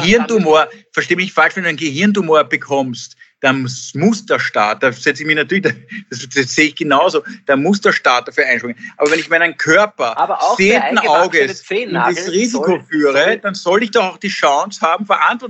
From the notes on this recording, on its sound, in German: finden ihr Publikum auch, indem sie einander via Skype am Abend beim Reden zusehen